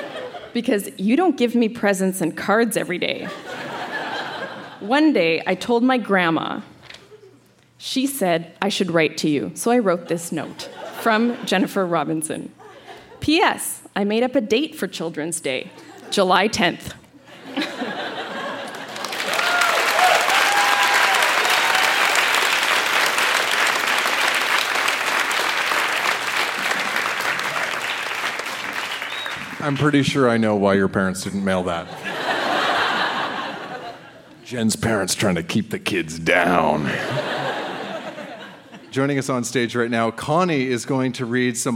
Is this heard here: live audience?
yes